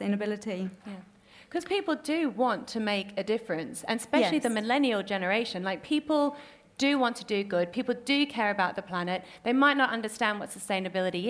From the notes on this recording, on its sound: Recorded at Selfridges.